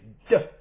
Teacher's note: with a dagesh it's pronounced d. You cannot elongate the word d, because it's just not possible. It's a plosive consonant